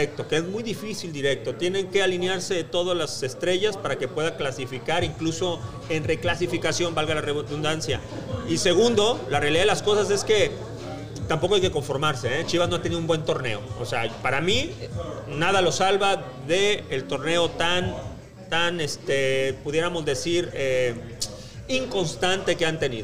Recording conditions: busy venue